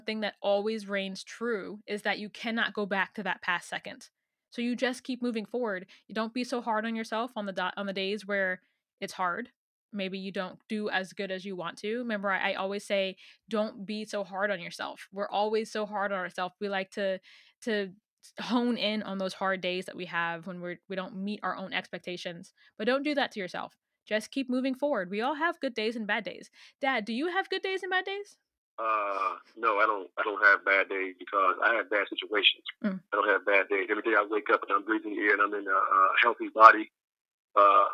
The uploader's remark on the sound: I make a very special phone call to my father